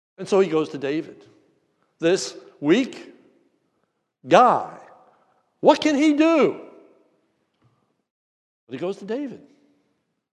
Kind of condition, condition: setting, large echoing room